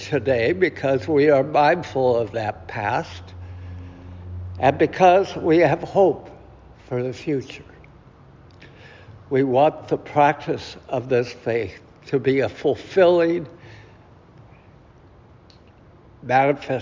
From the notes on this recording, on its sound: Recorded at Auckland Unitarian Church 7th May 2023.